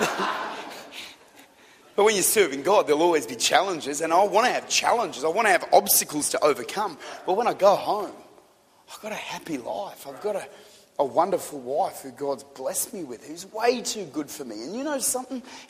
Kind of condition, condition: setting, large echoing room